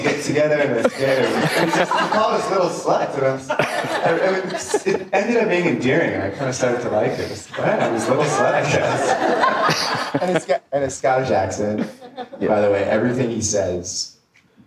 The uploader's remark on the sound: Was recorded live before an audience.